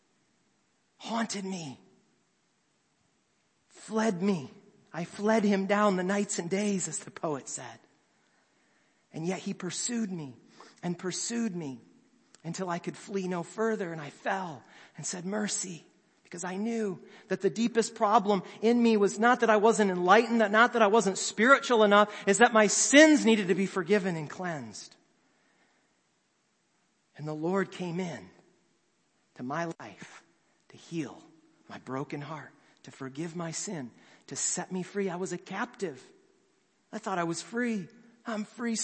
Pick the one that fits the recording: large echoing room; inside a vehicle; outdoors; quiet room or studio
large echoing room